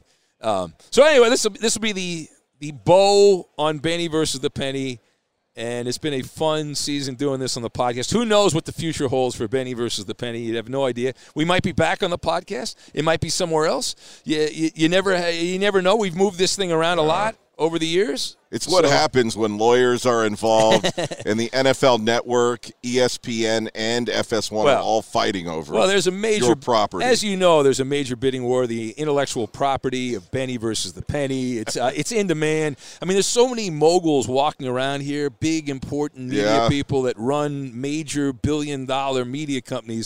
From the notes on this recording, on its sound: live from Super Bowl 57!